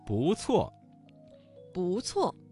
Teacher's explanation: 这个词当中的不字在四声之前变成了二声。